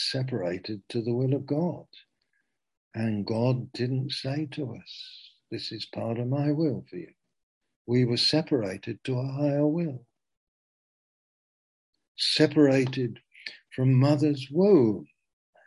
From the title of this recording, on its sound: Zoom - Teign Valley Sessions